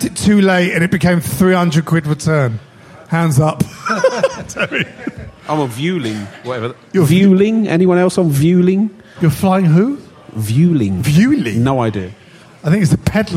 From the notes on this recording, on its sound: LIVE from Dingwalls in Camden!